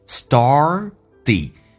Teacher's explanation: r 重度卷舌在美式发音当中 started，那个 t 要被浊化